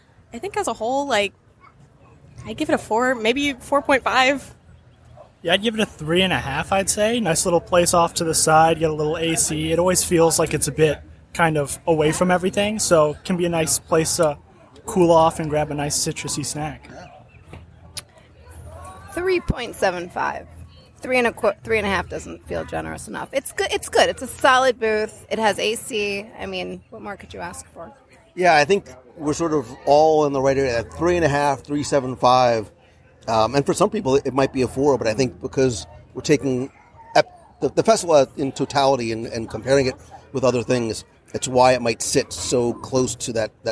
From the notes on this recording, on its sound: live from the first day of the Festival